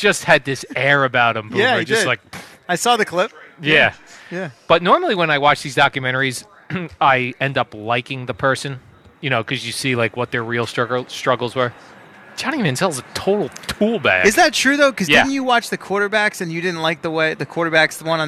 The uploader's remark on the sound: Live from Giants camp